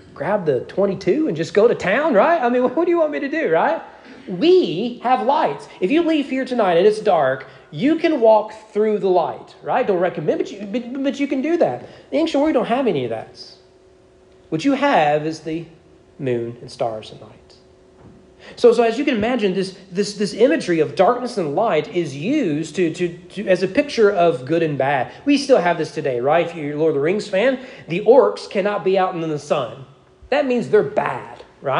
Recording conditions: large echoing room